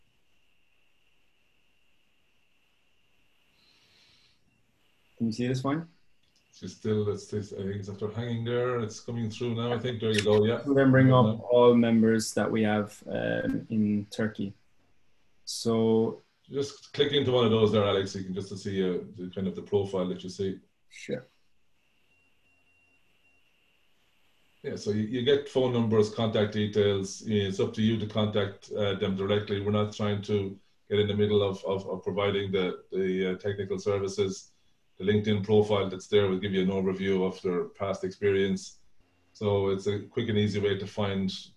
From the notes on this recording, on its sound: APTN Zoom Call.